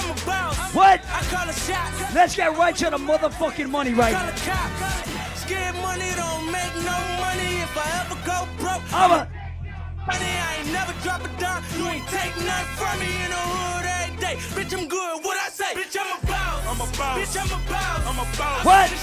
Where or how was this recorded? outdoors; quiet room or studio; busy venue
busy venue